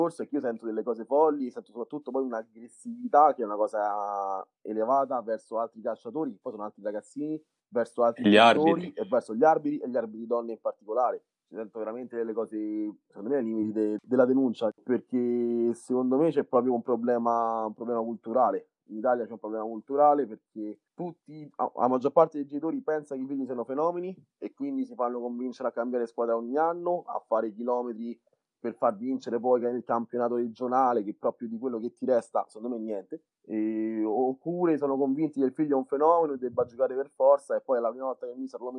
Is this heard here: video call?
yes